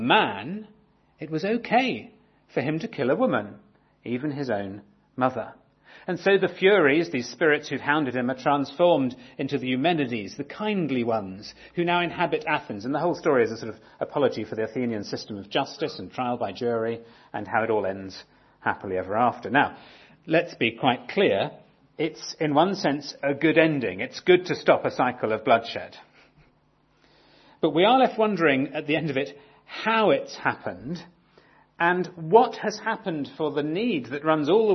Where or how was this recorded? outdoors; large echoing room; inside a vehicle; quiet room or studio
large echoing room